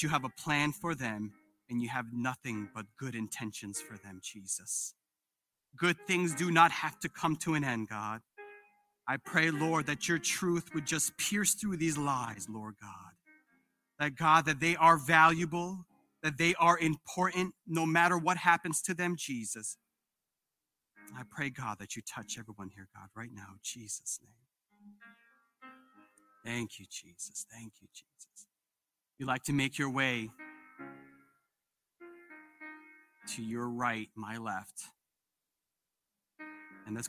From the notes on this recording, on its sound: This sermon was recorded live on April 17th, 2022 at Newark United Pentecostal Church.